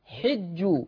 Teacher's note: قرأ حفص عن عاصم بكسر الحاء